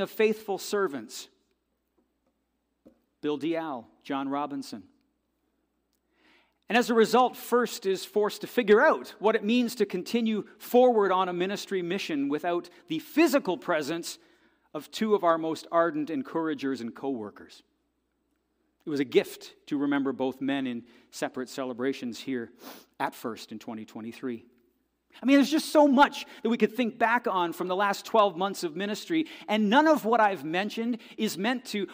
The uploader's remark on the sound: This audio is taken from the December 31, 2023 worship service at FBC Charlottetown.